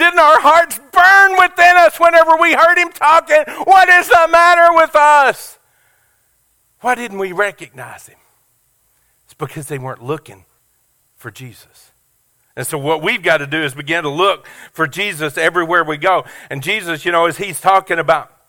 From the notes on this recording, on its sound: Sermon audio from our Easter Service at Family Worship Center.